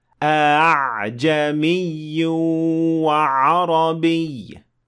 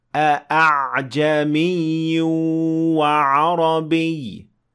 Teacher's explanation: Arabs would then pronounce the second Hamza a bit lightly · Shown in: first take · so that it makes it easier for you to pronounce three letters that are pronounced more or less from the same position.